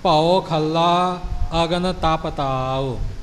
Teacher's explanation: ਇਹ ਖੱਖੇ ਦੇ ਉੱਪਰ ਅਧਿਕ ਦੀ ਆਵਾਜ਼ ਆਵੇਗੀ, ਲਿਖਣ ਵਿੱਚ ਨਹੀਂ ਬੋਲਣ ਵਿੱਚ। ਖੱਲਾ ਬਿੰਦੀ ਨਹੀਂ ਲਗਾਉਣੀ, ਖੱਲਾ ਨਹੀਂ ਬੋਲਣਾ।